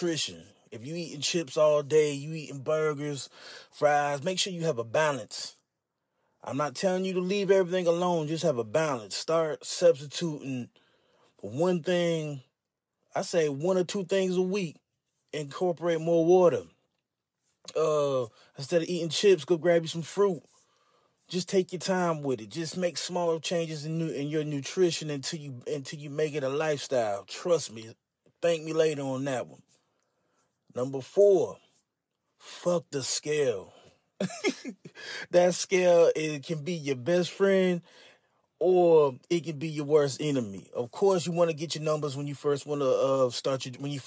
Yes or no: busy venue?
no